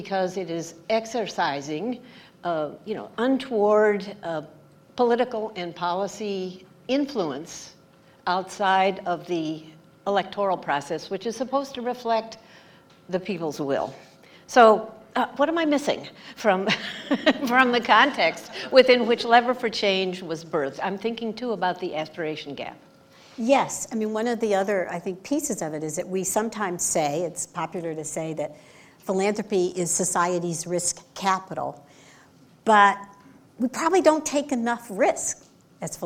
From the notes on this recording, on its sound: Recorded in front of a live audience.